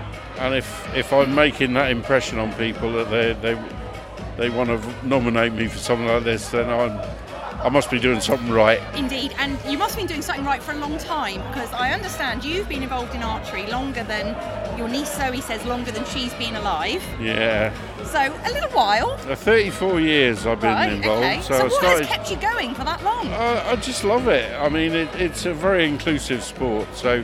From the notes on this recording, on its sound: Out and about: Channel Islands Sports Awards. The stories and voices from the 2024 Channel Island Sports Awards.